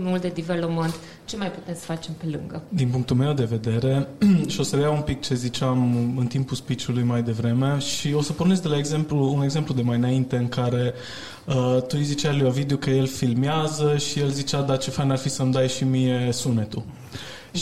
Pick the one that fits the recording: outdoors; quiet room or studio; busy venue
busy venue